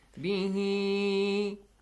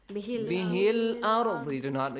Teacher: Join them together. Bihi al-arz. You no longer prolong it. · Shown in: second take